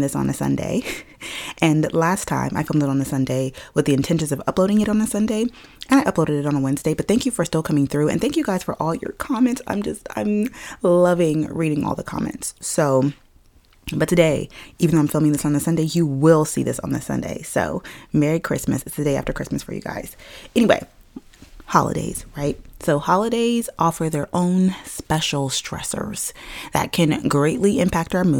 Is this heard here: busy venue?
no